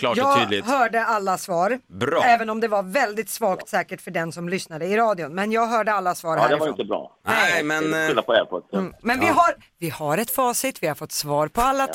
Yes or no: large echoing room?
no